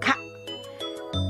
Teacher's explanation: ベロの奥に力を入れて軟口蓋が持ち上がることで発音できるカ